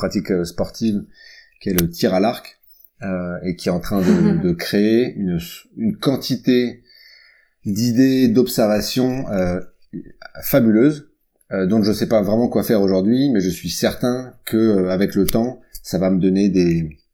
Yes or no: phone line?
no